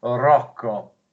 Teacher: it really rolls the R